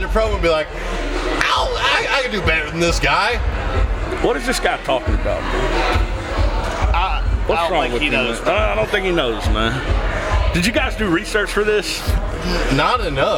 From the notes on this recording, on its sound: on location at Black Lodge